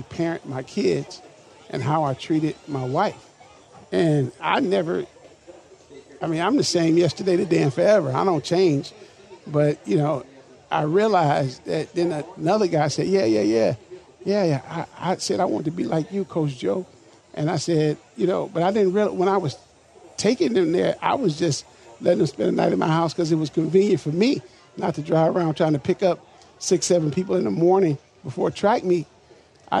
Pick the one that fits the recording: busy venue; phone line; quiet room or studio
busy venue